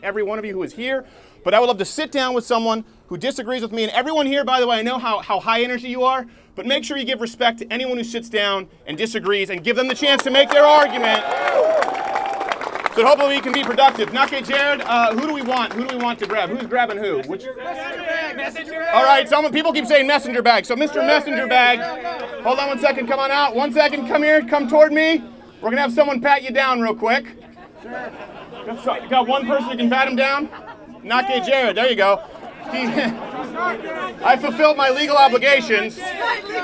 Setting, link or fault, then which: setting, outdoors